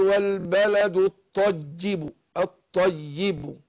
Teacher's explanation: يبقى عندي الطاء مشدده والياء بعدها برضو مشدده